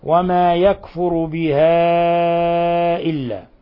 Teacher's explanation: حرف المد في كلمة والهمزة في كلمة أخرى، الحكم التجويدي مد منفصل، نمده من 4 إلى 5 حركات